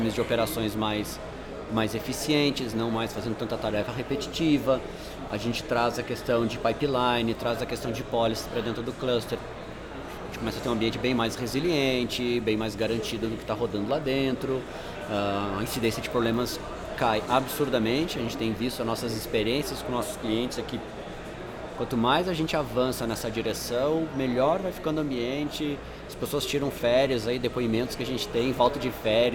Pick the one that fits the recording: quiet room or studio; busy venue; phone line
busy venue